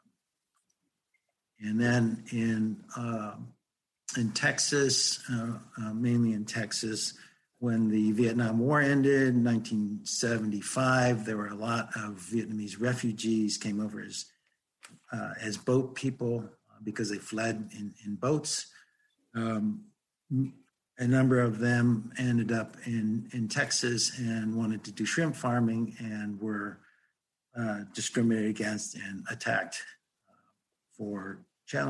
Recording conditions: video call